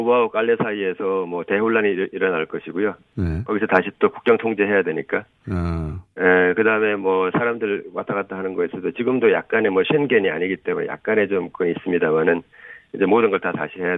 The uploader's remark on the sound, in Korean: 전화연결